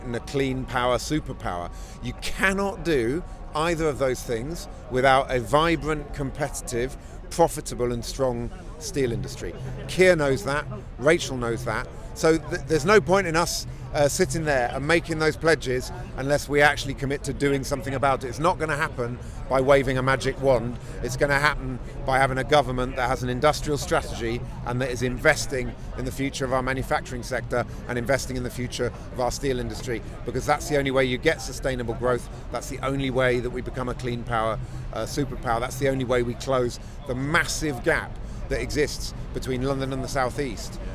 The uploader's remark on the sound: Live from the London march